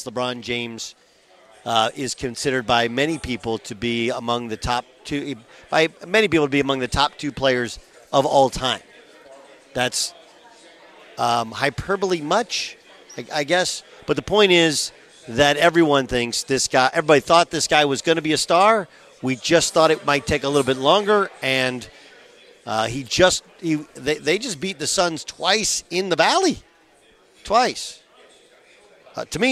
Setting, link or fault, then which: setting, busy venue